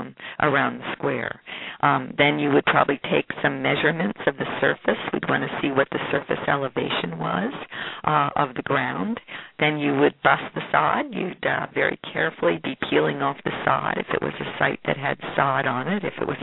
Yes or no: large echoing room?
no